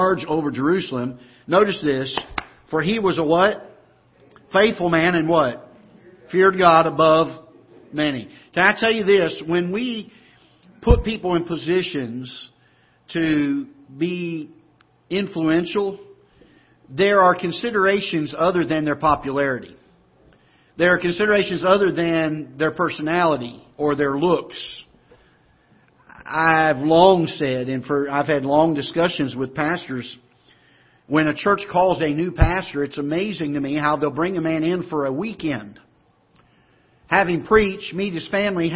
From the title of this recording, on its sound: Ketha Heights Baptist Church ~ Live Broadcast